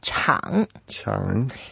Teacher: It's a third tone, so we make some effort to go down.